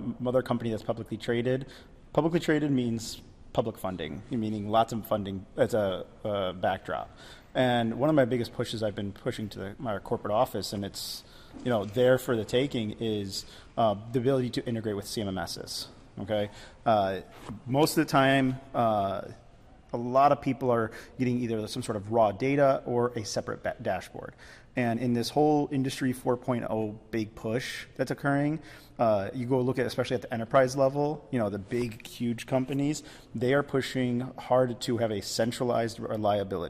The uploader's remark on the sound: from the Reliable Plant Conference 2023 in Orlando